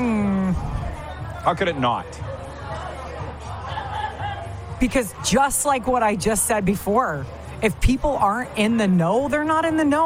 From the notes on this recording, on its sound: On location at the Pompano, FL Beach House.